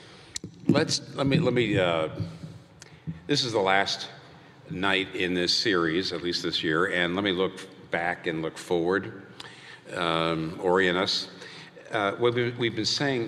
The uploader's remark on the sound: Was recorded before a live audience. In New York City.